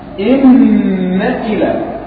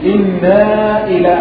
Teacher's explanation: من الأخطاء الشائعة في سورة العلق، أسمع كثيرا من الأطفال وكذلك بعض الكبار يقرأ هنا إنا إلى ربك الرجعى، مش معناها إنا، لا، إن حرف توكيد ونصب، إن إلى، مش إنا إلى، ما في ألف بعد النون. ففرق بين أن تغن النون وبين أن تضيف بعدها ألفا · Shown in: first take